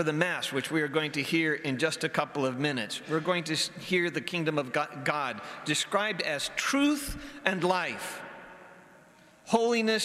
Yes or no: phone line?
no